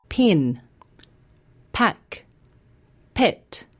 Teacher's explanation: The p sound is unvoiced. That means you don't use your voice when you say it. You might like to try saying these words with your hand on your throat.